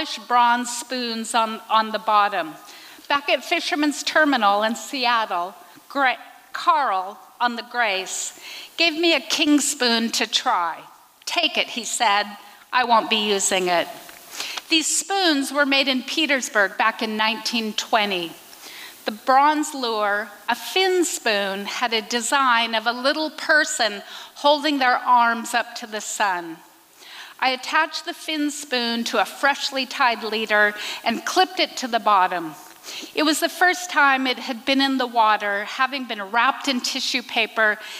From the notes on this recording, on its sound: recorded at the Liberty Theatre in Astoria, OR